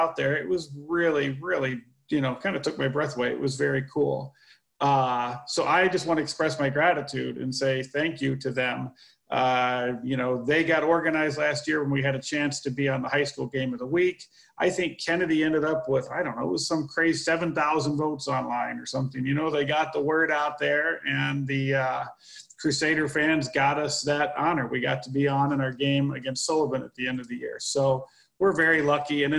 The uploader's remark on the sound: This Week Via Zoom.